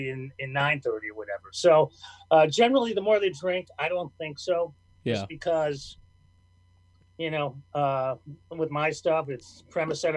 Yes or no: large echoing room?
no